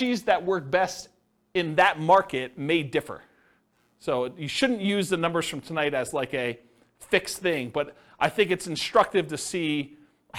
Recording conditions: live audience